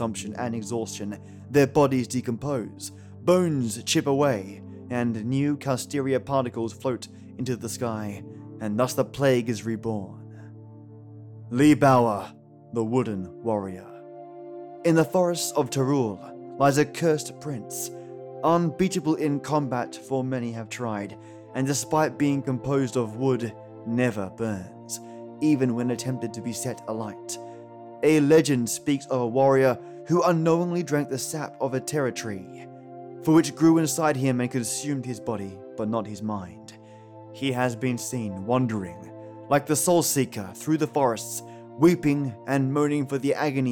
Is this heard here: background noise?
no